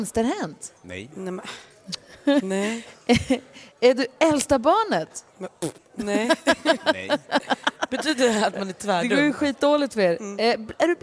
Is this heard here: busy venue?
yes